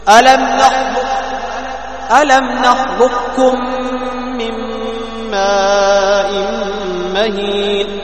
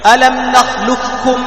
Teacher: هذا غير محض، بقية صفة القاف، التفخيم، بقية صفة تفخيم القاف · Shown in: first take